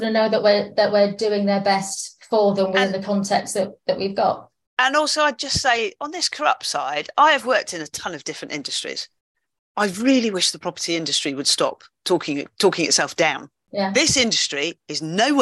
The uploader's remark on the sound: It was recorded as a webinar and shared with The Surveyor Hub Community.